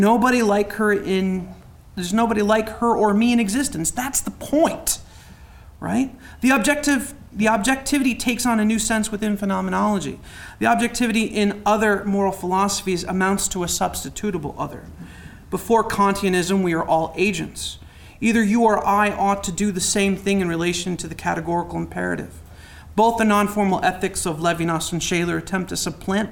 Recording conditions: live audience